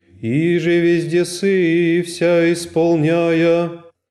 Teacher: Если же он первый, как «иже», то там «иже» произносится с большим нажимом. С большим нажимом, следовательно, с большей длиной. Потому что, с одной стороны, нужно на нем выйти уже вверх, а с другой стороны, нужно начать с пониженного.